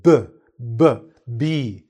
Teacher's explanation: The lips come together, pursing, making more of a vibration.